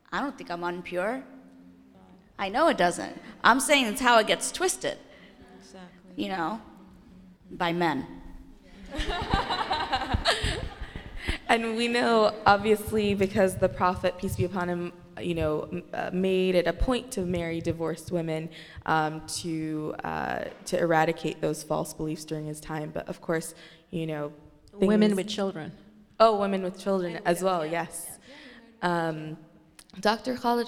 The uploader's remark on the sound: answer questions from the congregation